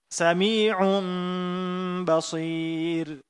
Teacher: Dirubah nunnya menjadi mim, dan diberikan ghunnah yang za'idah. Ini hukum iqlab pada nun sukun atau tanwin.